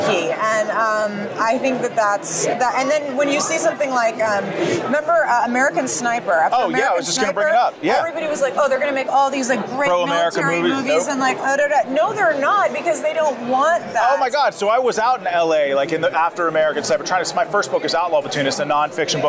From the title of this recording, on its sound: Battleground LIVE from CPAC